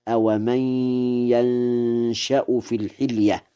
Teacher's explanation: بفتح الياء وإسكان النون وتخفيف الشين مع الإخفاء من نشأ، لازم مبني للفاعل فيقرأ هكذا: أومن ينشأ في الحلية.